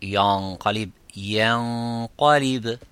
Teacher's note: faites attention à ne pas prononcer la lettre ya aussi de façon emphatique